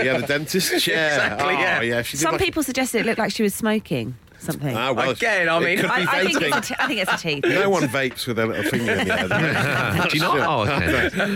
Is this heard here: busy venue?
yes